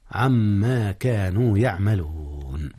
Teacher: إدغام نون عن في ما، وقد أدغم إدغام غنة